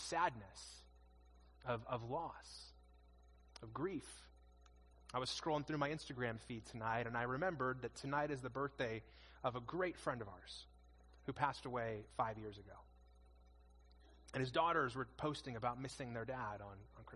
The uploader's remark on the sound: In this message delivered at our 2021 Christmas Eve services